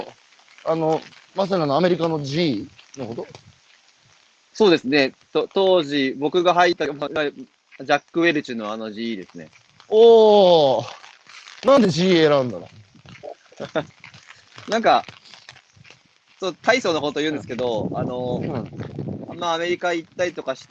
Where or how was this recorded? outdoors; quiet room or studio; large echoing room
outdoors